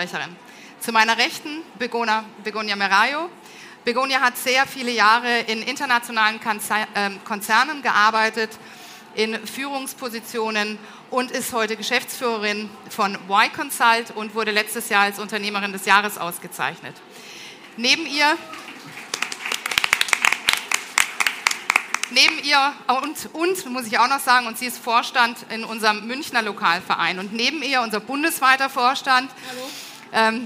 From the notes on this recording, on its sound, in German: Eine Diskussion im Panel und mit dem Publikum